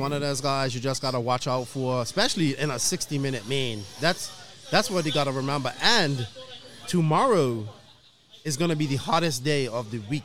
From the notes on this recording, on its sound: Live from Day #2 of Qualifying at the ROAR Fuel Nationals. Hopefully the internet cooperates with us and we can do this live so bare with us please.